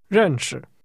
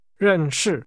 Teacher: when Southerners speak Mandarin, they tend to stress every syllable · Shown in: second take · The soft sound, also known as the neutral tone, is often absent from their speech.